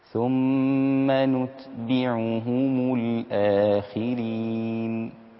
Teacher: رقق العين أثناء الضم